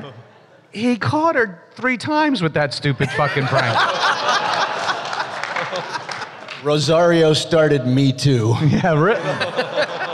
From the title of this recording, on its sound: Reunion Panel from Rhode Island Comic Con 2021